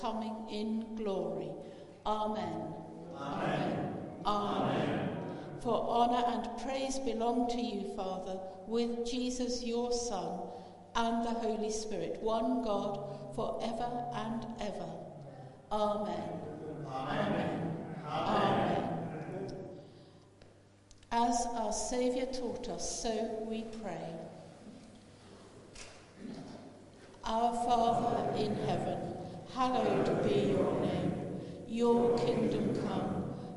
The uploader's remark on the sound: Live. Christ Church, Bayston Hill (UK).